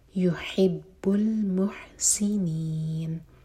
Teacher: یحب میں ہا ہے اور المحسنین میں بھی ہا ہے یہاں پر حلق سے آواز آنی چاہیے